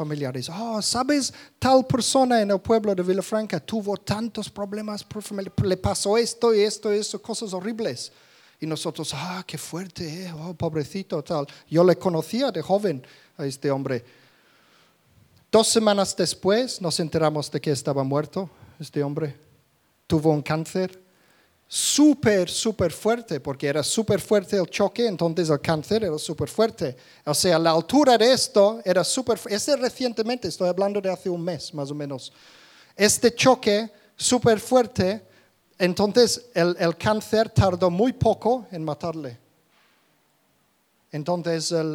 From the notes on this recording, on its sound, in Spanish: Grabado en directo en la Comunidad Cristiana de Vilafranca.